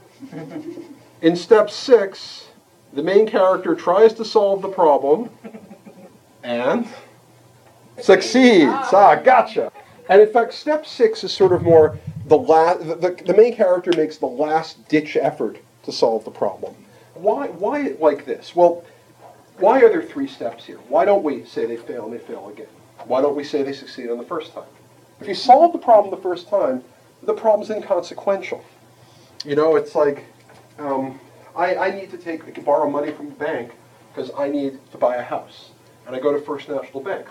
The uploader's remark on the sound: An excerpt from the lecture. Gave at Odyssey in the summer of 2007.